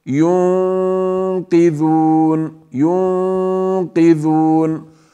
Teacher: لم أفخم النون التي هي نون الإخفاء، يعني لم أفخم الغنة، لم أفخم الغنة، فقلت ينقذون، ينقذون، ولم أقل ينقذون.